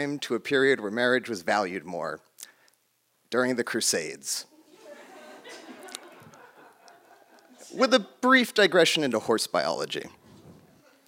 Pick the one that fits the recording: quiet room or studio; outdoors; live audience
live audience